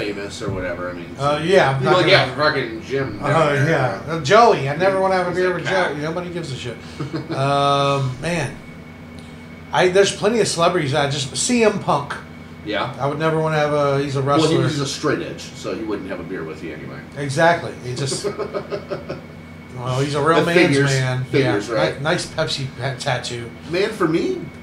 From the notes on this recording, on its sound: We had a technological error and apologize for the quality of our audio this week